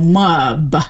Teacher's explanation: insert an extra vowel between the M and the B